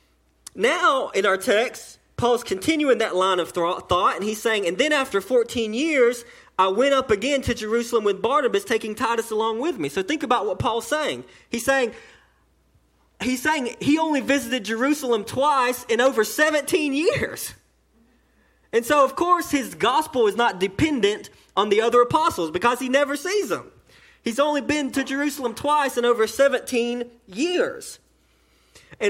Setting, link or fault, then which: setting, large echoing room